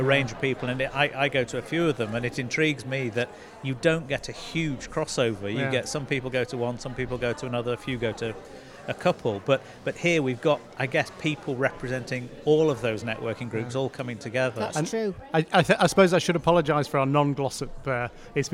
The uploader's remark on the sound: Live from the Glossop Business Expo